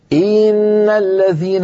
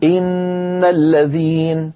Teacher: الآن أنا تعمدت تطويل كسرة إن فتولد منها ياء منطوقة ياء لفظية · Shown in: first take · Term: الإدخال